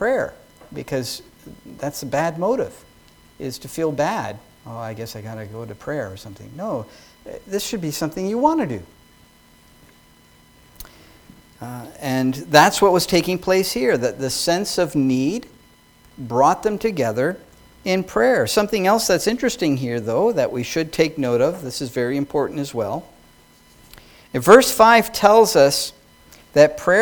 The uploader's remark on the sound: Sermon preached at New Creation Reformed Presbyterian Church on Jan.